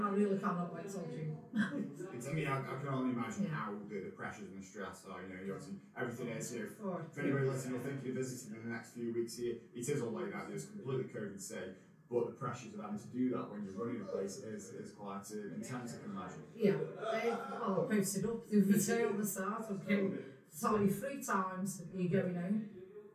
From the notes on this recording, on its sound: We call in to The Bellringer, a community pub, set in the heart of Eaton Park.